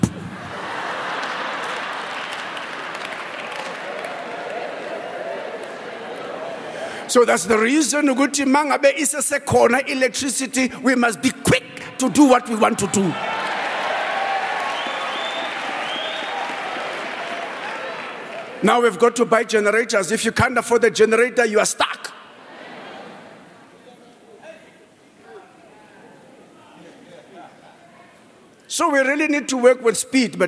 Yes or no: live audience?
yes